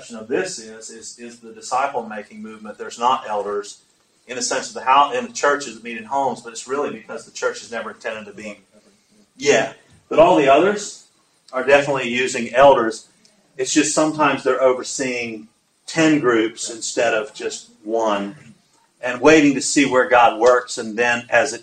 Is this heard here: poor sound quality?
yes